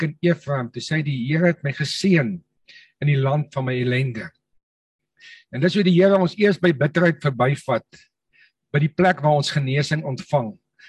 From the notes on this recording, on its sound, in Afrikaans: Manne van die Woord Zoom Byeenkoms